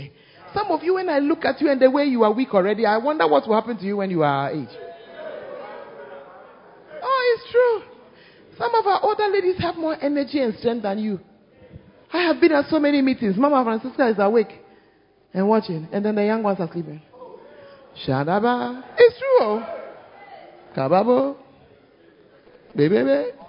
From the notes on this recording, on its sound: Preached At First Love Center, Ayeduase